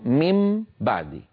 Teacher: فميم آخرها شفتان منطبقتان، بعدي بدايتها شفتان منطبقتان، فلو وضعنا هذه إلى جنب هذه تصير ميم باء، ميم نطبق شفتين باء، وتأتي الغنة الممطوطة ميم باء ميم باء، هكذا هو وضع هذا القلب.